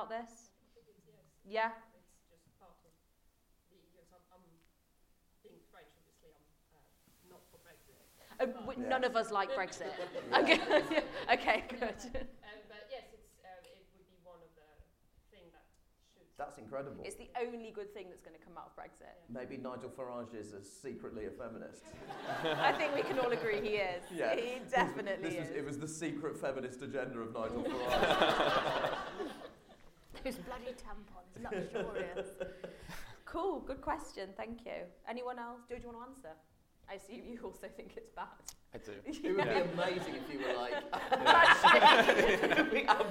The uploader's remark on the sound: Live at Kings Place. This time it's LIVE! Recorded at the mighty Kings Place.